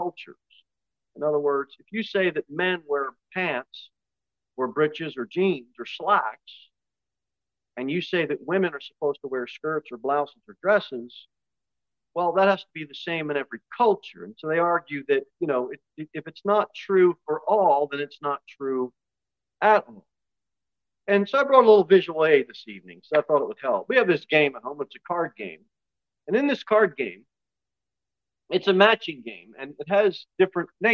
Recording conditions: large echoing room